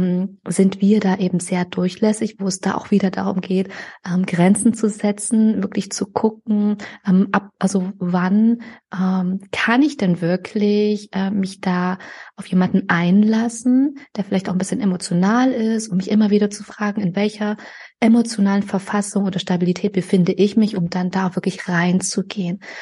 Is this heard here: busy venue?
no